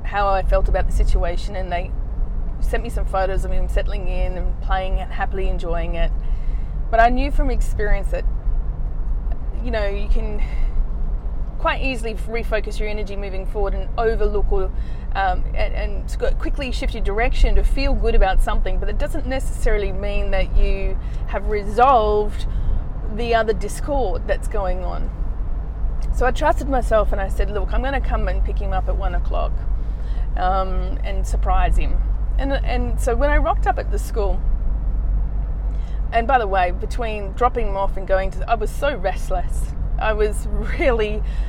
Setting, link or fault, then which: setting, inside a vehicle